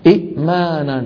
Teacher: أبدلوا الهمزة الثانية الساكنة حرف مد مجانس لحركة الهمزة الأولى · Term: مد البدل